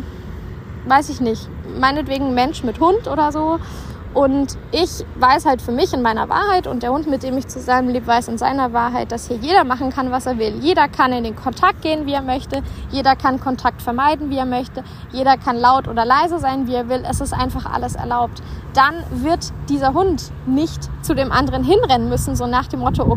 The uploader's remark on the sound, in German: live aus der Natur